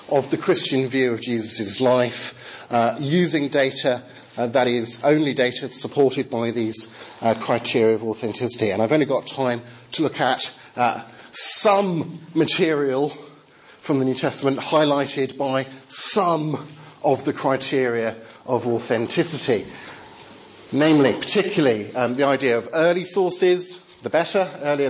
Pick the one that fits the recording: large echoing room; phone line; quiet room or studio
large echoing room